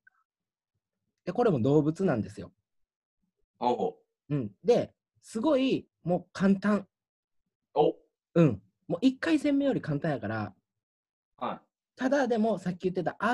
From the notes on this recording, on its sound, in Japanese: 東京を舞台に活動する劇団、幻ノ國がお届けするラジオ。初のzoom画面収録ラジオ。